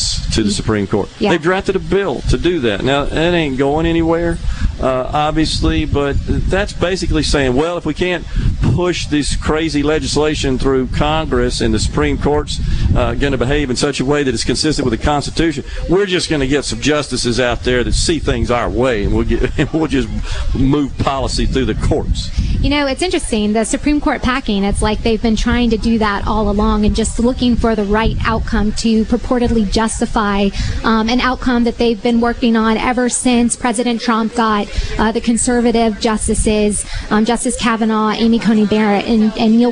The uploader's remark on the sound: LIVE fromFounder's Square at The Neshoba Co Fair, and he is joined under the SuperTalk tent in the Element Wealth Studio by a wide variety of guests - from elected officials to civil servants and more!